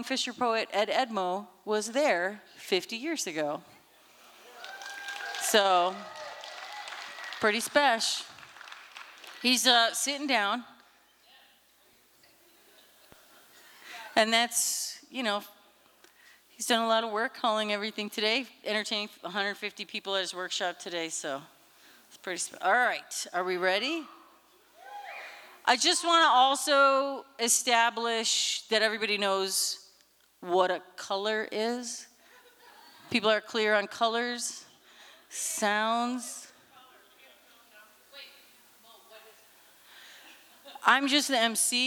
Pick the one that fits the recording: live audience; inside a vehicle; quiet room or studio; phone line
live audience